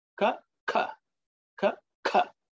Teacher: The other one is ka. So the mouth position is the same. Everything is the same, except that you're expelling a bit of extra air in the second one.